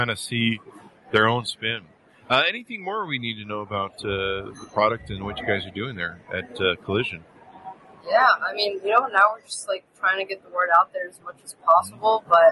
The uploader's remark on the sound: Interview At Collision Conference 2022